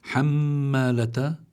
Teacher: عندنا ميم مشددة في وسط الكلمة فلابد من إظهار الغنة فيها